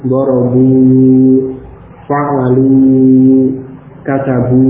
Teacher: yang nampak dalam ucapan hanya wawu, wawu sukun, ya, sebagai bunyi panjang dari harokat dhammah yang sebelumnya. Sudah sampai di situ, adapun alifnya tidak ada dalam ucapan.